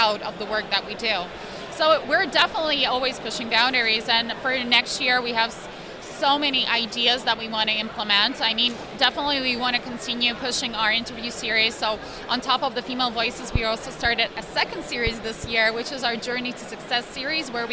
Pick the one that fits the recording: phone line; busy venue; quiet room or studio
busy venue